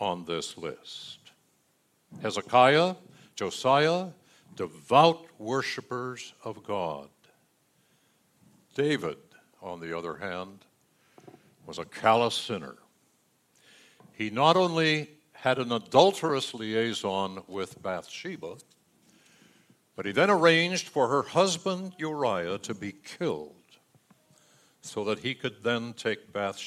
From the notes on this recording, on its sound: Delivered during the Contemporary Worship Service. San Marino Community Church.